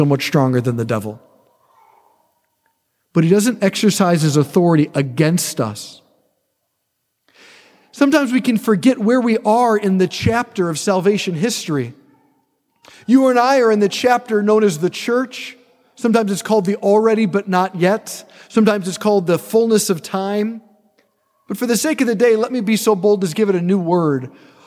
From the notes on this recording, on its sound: preached this homily on November 26, 2023 at St Basil the Great Catholic Church in Brecksville, OH